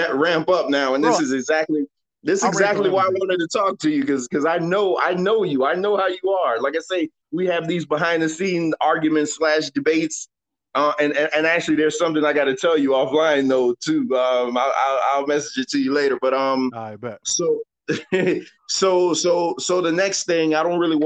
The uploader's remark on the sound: a phone interview with an old friend